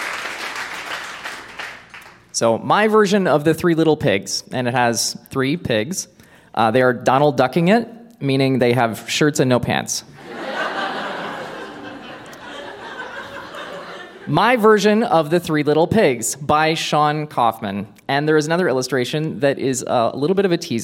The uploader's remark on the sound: Recorded live at The Walper Hotel in Kitchener.